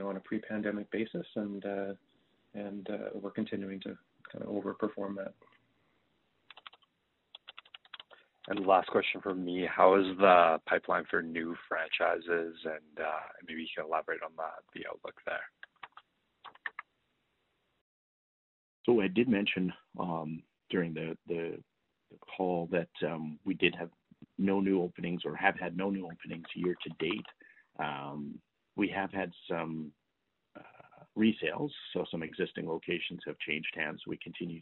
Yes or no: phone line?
yes